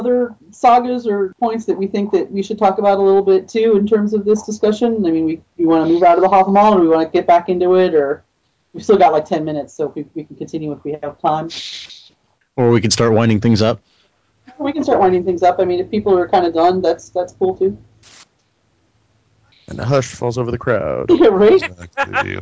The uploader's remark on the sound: Troth Skype Moot.